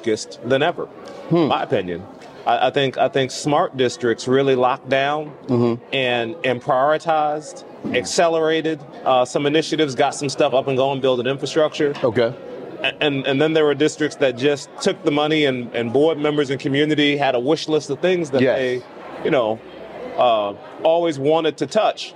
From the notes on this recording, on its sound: broadcasts directly from the vibrant heart of the NABSE Conference in New Orleans